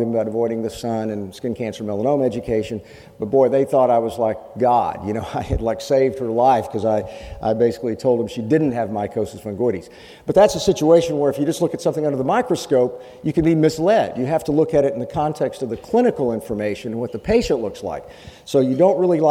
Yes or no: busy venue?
yes